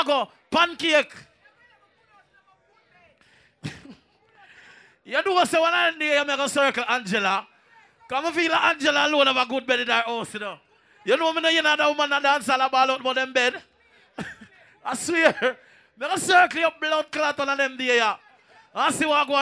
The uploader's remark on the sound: Live Juggling Pearl White Promotions At The Local Party Place The Bronx NYC